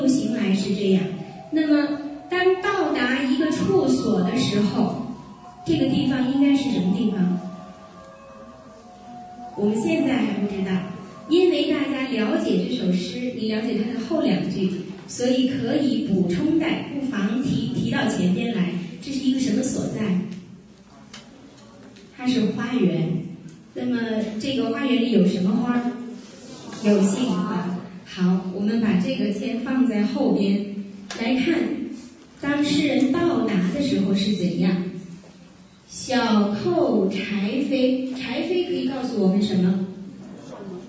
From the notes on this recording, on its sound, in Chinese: 赴青海民族大学做题为《诗中有道——从古典诗词看中国传统价值体系》的公益讲座。现将现场录音与大家共享。